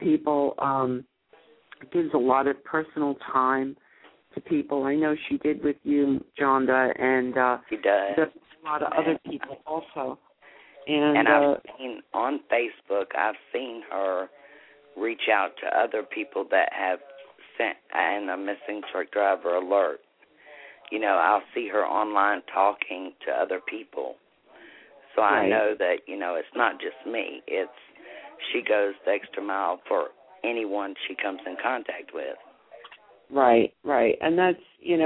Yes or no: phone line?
yes